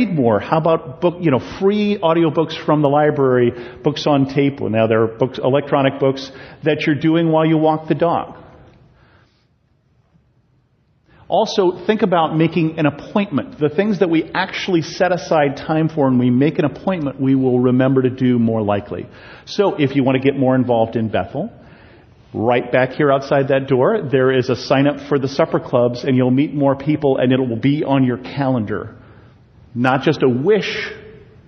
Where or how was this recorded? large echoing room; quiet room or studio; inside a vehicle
large echoing room